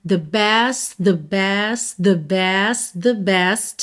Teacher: Você meio que vai juntando o T final de cada best com o TH do início de the.